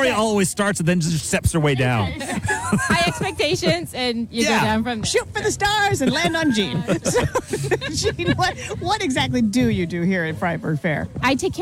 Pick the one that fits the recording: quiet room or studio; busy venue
busy venue